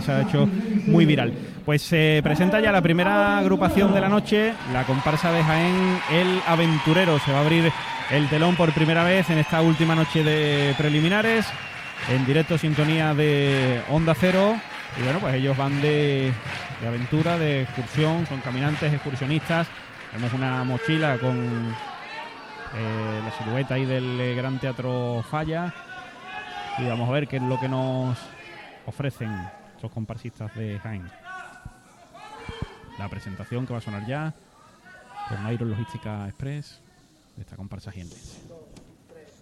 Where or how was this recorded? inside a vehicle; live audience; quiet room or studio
live audience